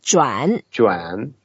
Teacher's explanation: 转. Yeah, it's a third tone, so we make an effort to go down and up